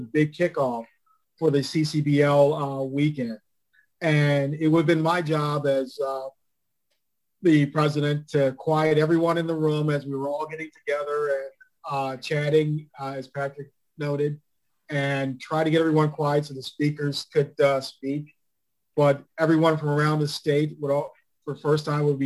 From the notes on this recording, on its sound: held a virtual panel discussion